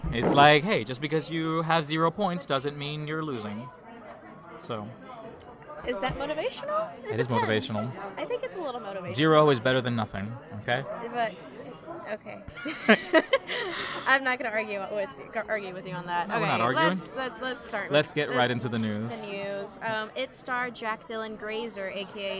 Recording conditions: busy venue